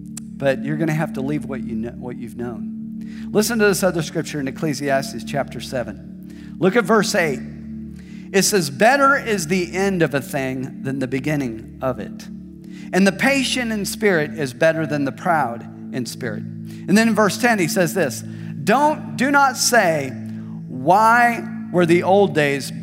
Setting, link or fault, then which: setting, large echoing room